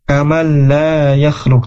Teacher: huruf nun dimasukkan ke huruf selanjutnya · Term: idgham bila gunnah